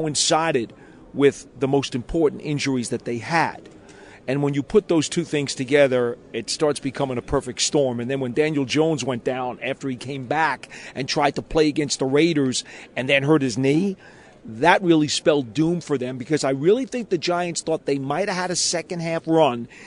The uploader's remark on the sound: joins live from the draft combine